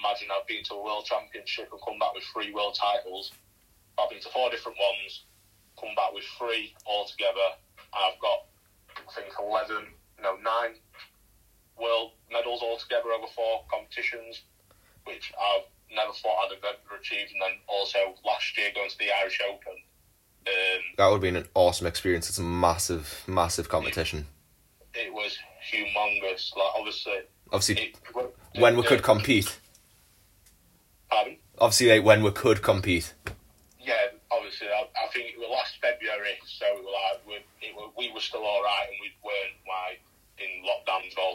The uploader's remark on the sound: via phone call